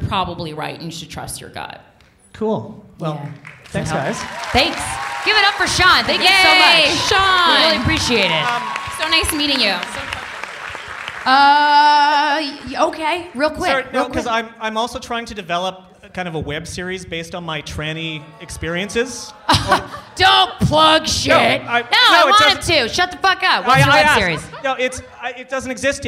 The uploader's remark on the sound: (LIVE FROM #JFL42). Are coming to you from the Royal Theater in Toronto! Recorded in front of a live audience at the Just For Laughs Comedy Festival.